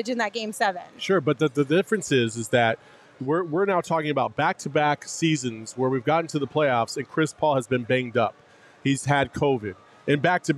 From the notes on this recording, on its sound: live from Four Peaks